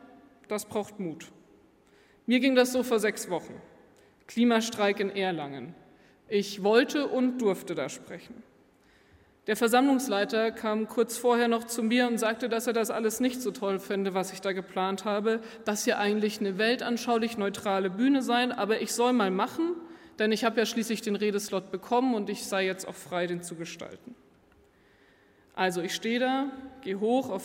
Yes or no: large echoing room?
yes